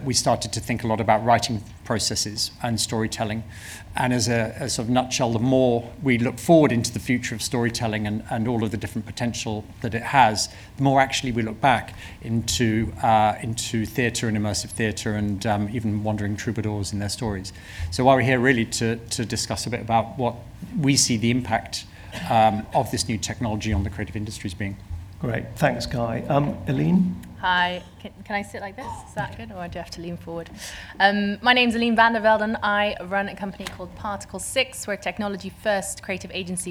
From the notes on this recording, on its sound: This podcast is a recording of a speaker session from the AI Creative Summit, held at BFI Southbank, London, in November.